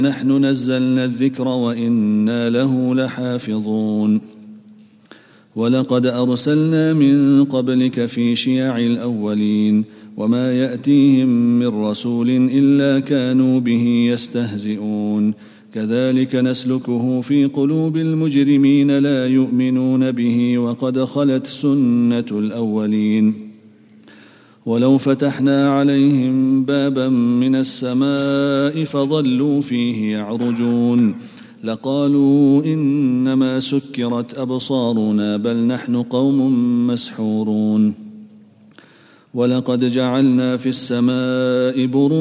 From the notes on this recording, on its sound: at the Houghton Masjid (West Street)